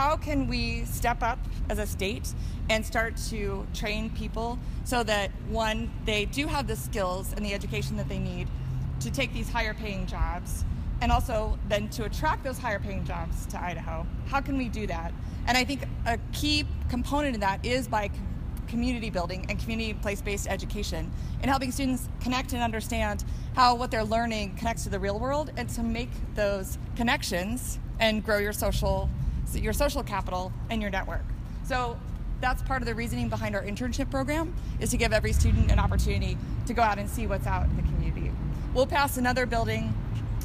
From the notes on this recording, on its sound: take you on a walking tour of downtown Boise